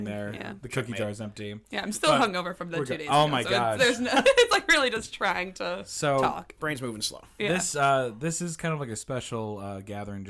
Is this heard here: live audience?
no